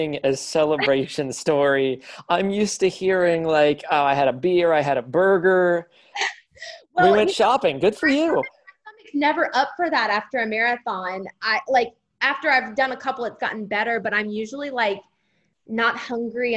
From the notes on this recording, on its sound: On a Zoom call with us.